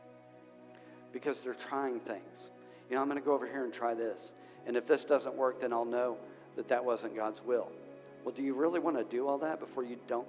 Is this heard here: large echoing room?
yes